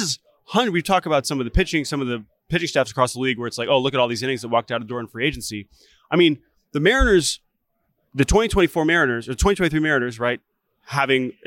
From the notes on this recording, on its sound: LIVE From the Winter Meetings.